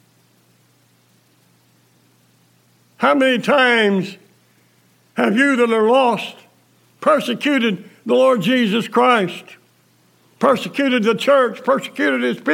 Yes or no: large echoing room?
yes